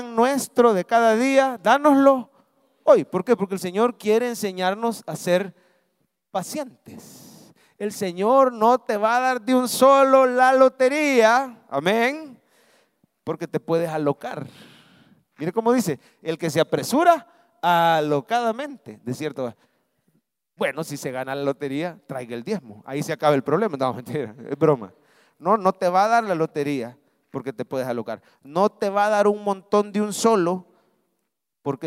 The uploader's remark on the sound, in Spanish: Mensaje predicado en vivo desde el Centro Familiar de Adoración CEFADCHURCH, julio 2023.